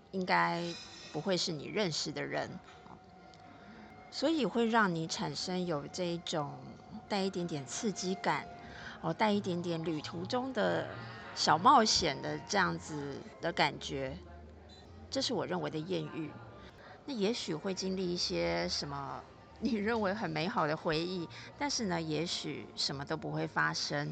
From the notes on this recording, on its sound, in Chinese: 這集嘗試的室外錄音實驗效果。